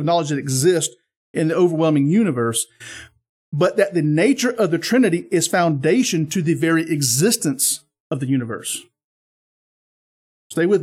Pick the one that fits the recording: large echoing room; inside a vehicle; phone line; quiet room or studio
large echoing room